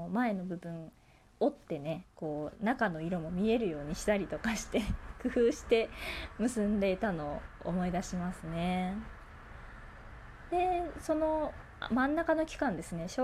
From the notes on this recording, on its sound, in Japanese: 自宅でスマホによる収録のため様々な騒音が収録されています、ご了承ください